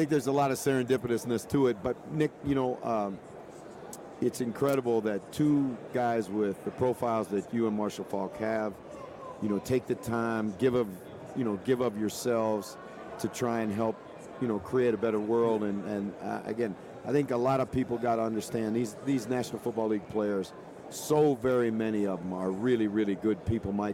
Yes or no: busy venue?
yes